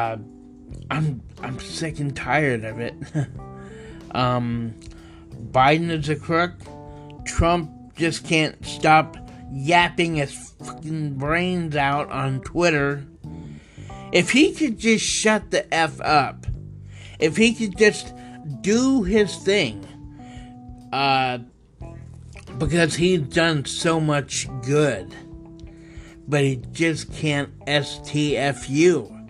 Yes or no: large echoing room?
no